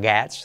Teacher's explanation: Esa E con E abierta